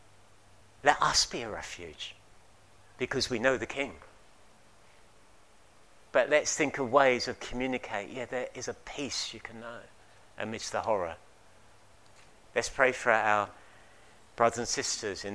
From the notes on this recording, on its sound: At King's Church, Cockermouth, as an audio file.